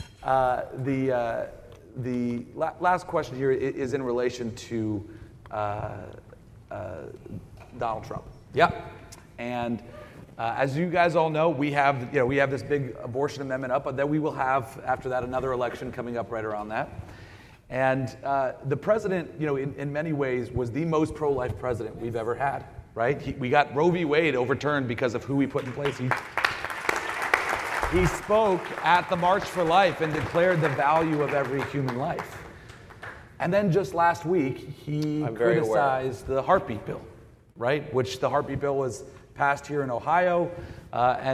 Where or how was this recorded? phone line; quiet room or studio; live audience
live audience